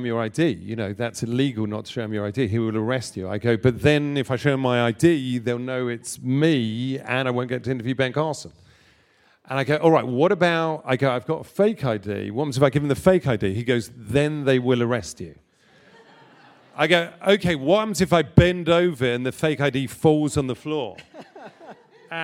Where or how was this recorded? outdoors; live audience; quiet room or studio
live audience